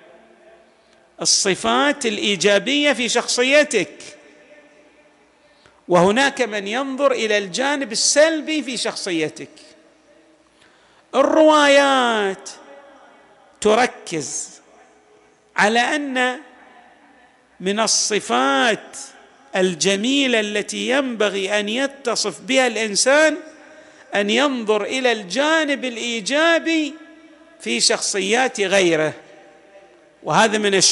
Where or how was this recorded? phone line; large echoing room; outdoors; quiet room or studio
large echoing room